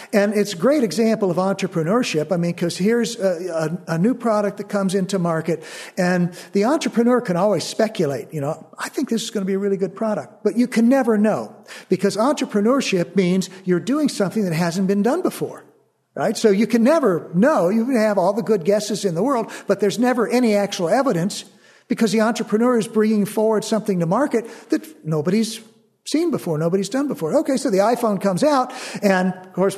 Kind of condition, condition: setting, live audience